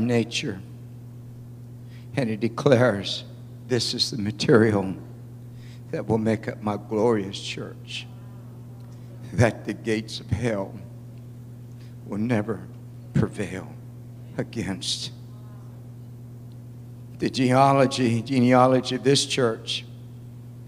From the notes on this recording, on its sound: At the Victory Gathering at Fireplace Fellowship.